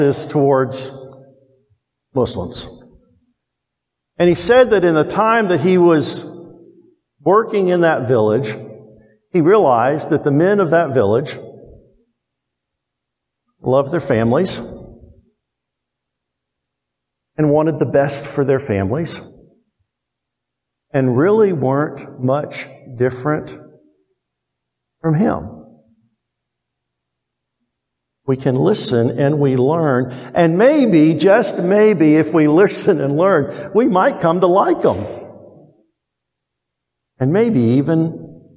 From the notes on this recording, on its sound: Preached to Towne View Baptist Church in Kennesaw, Ga on 7/3/22. First preached to Towne View Baptist Church in Kennesaw, Ga.